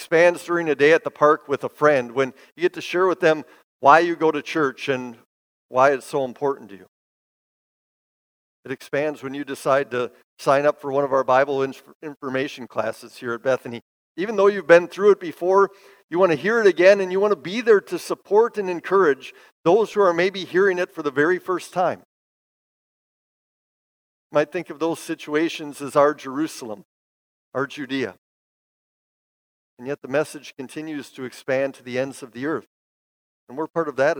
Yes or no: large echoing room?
yes